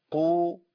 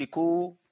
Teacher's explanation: القاف بتخرج منين؟ من اقصى اللسان · Shown in: first take